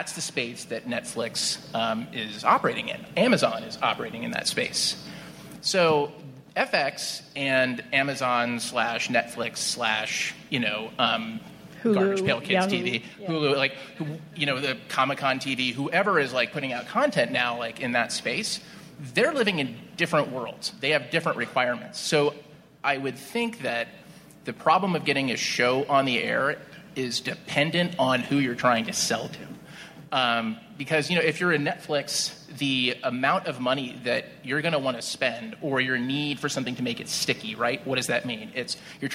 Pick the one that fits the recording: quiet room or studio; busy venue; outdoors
busy venue